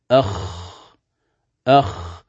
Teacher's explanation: الخاء من أدنى الحلق من جهة اللسان، يعني فوق مخرج الغين تأتي الخاء، أخ يعني في حروف الحلق هي آخر حرف من أحرف الحلق، لأن نبدأ الهمزة ثم الهاء ثم العين ثم الحاء ثم الغين ثم الخاء، إذن هي آخر حرف من حروف الحلق.